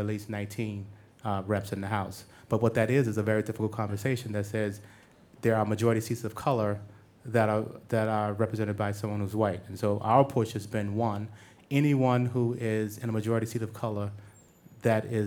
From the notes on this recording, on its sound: We're LIVE from WeWork at 1 Beacon!